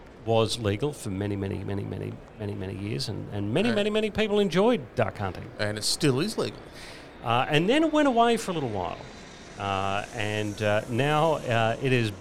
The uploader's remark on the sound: live from the Chairman’s Lounge the best duck hunting location in Victoria — Cape Conran Coastal Park